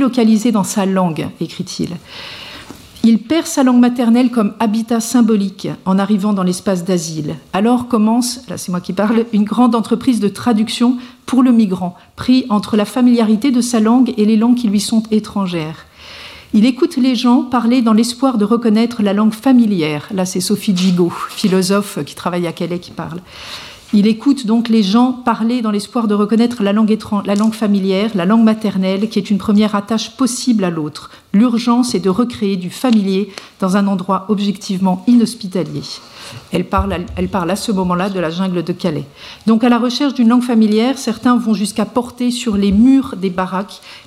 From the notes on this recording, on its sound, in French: Colloque. Présentation courte suivie d'une discussion avec le public sur les enjeux de la journée entière.